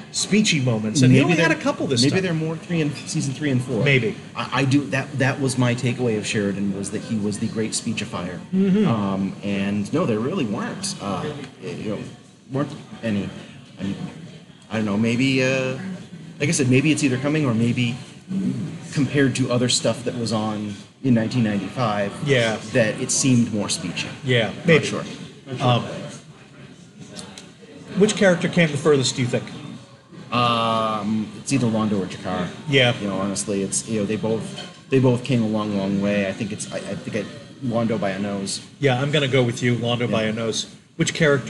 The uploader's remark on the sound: Some kind of investment/retirement/MLM fleecing seminar in the hotel. There’s some echo and noise from people walking by. I’ve done what I can with it but obviously it’s not as clean as a regular recording.